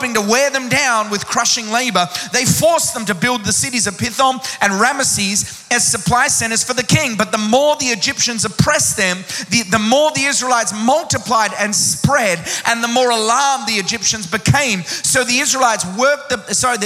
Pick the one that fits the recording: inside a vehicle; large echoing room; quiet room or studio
large echoing room